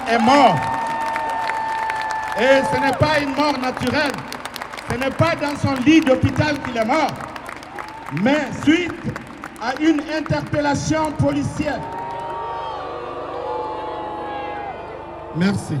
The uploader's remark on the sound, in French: Rassemblement black lives matter Bruxelles. Extraits des prises de parole du rassemblement Black Lives Matter à Bruxelles. Sur la place Poelaert.